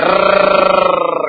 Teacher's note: Yani mudahnya huruf terulang ketika dilafadzkannya. · Term: takrir